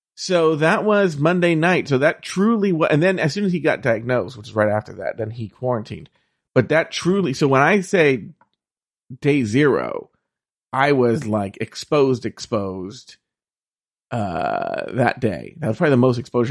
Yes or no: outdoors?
no